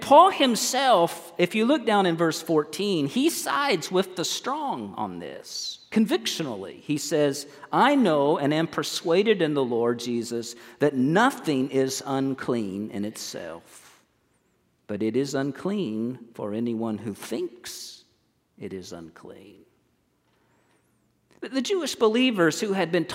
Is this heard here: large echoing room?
yes